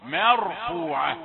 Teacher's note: المتوقع ان يقرأ مرفوعة، ما مرفوعة، يقول له خد بالك احرص على ترقيق الميم، لا تقل مرفوعة ما، لا مرفوعة، مر ميم رقيقة ثم راء مفخمة